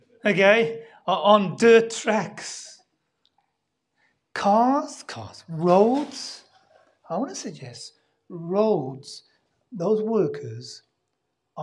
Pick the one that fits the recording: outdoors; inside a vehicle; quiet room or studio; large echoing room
large echoing room